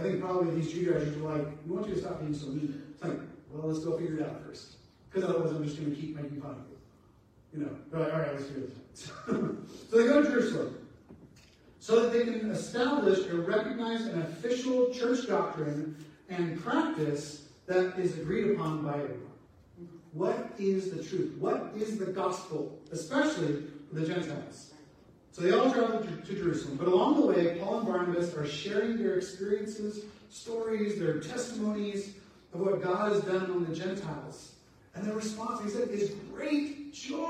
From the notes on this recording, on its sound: Apologies for the sound not working well